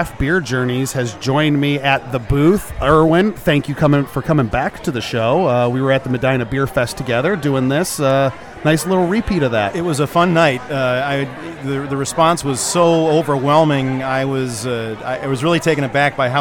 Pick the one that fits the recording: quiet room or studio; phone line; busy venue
busy venue